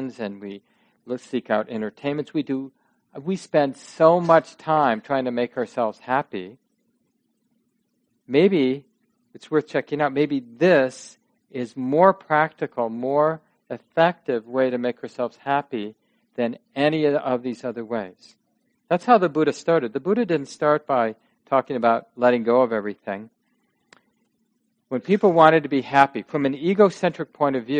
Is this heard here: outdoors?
no